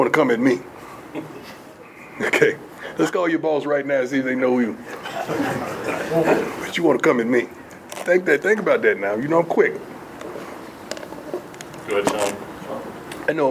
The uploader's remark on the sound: Fielded questions from the media in a press conference setting.